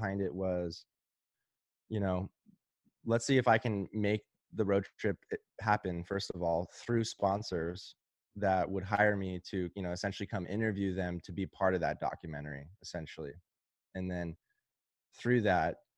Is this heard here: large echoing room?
no